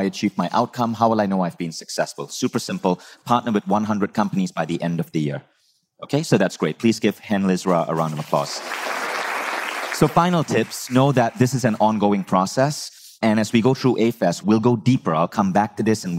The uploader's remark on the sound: Live from Bali's A-Fest stage